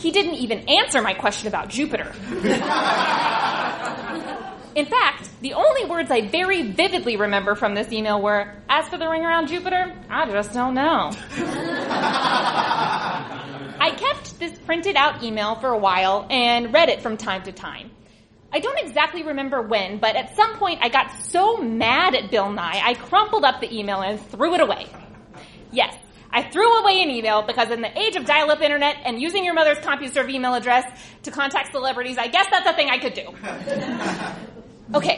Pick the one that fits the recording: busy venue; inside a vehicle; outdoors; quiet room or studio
busy venue